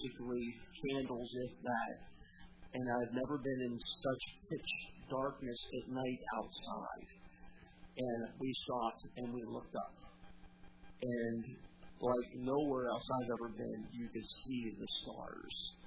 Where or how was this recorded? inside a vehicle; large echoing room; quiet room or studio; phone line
large echoing room